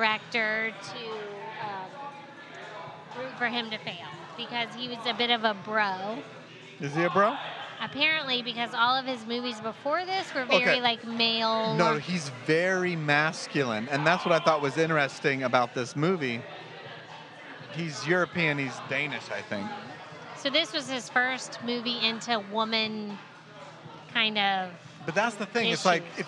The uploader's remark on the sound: We recorded this episode on a Friday evening in July of 2021 in a rather packed brewery. The brewery of choice for this recording was Magnanimous Brewing located just outside of downtown Tampa, Florida.